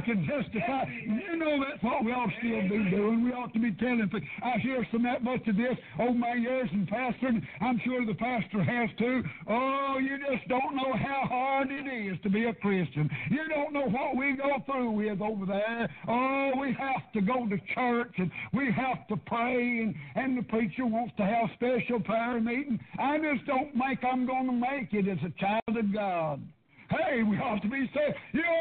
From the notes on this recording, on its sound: PREACHED PRAYER BAPTIST CHURCH